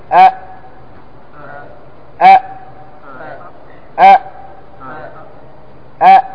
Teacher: أي أن حرف الهمزة مجهور، والمجهور معناه محبوس النفس، محبوس النفس لا يجري معه النفس